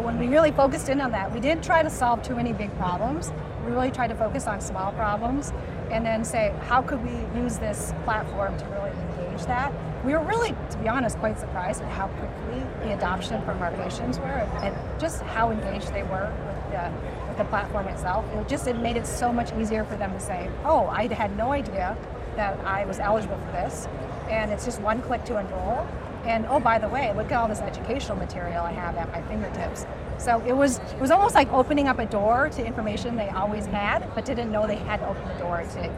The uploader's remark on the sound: live from HIMSS 2023